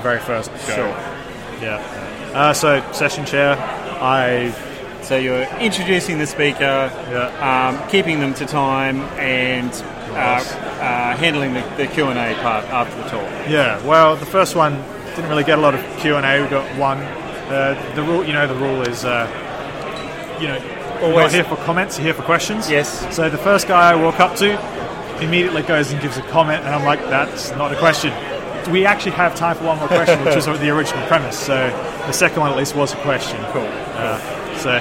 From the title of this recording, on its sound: linux.conf.au 2017: First timers interviews